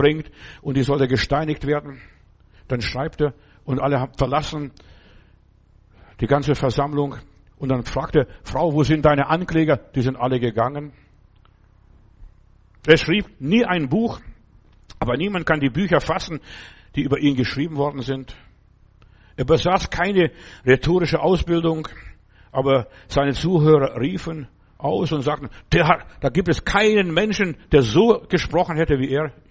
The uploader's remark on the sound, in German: im Gemeinde-Zentrum in Berlin aufgenommen